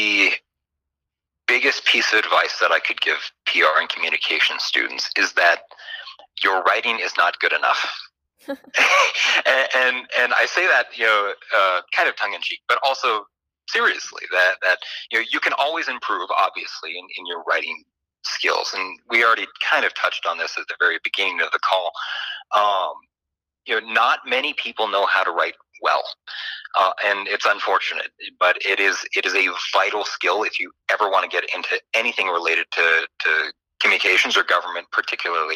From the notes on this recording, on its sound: via telephone